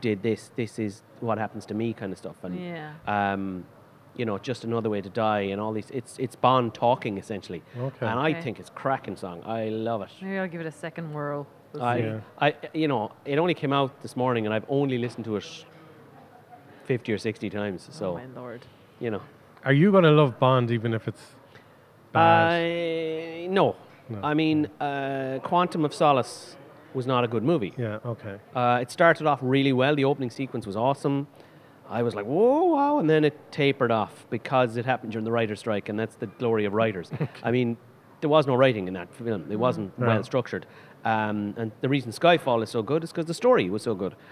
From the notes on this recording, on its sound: Recorded at Eye Cinema Galway.